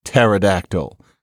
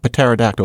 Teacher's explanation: we don't pronounce the P when it comes right before a T · Shown in: first take